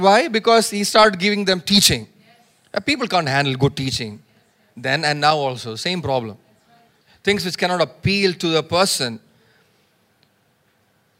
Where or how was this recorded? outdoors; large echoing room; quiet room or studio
large echoing room